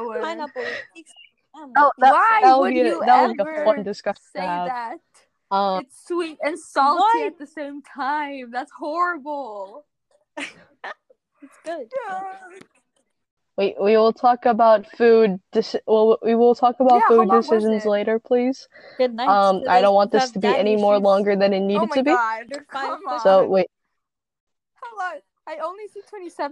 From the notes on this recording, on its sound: Regardless of the amount of lagging, interrupting, and background noise there is in this episode.